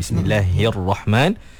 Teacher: kita nak pertemukan antara huruf yang berbaris bawah, nak masuk dalam ra yang tebal